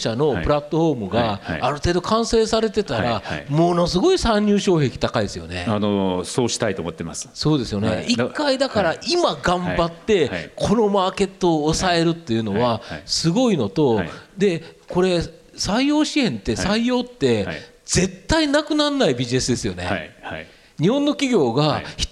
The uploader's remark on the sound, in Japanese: 東京・東銀座の時事通信ホールで行われた「ラジオNIKKEI 相場の福の神 注目企業ＩＲセミナー」から